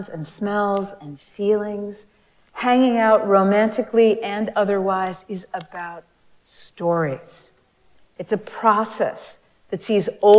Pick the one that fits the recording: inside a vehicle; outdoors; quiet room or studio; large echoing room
large echoing room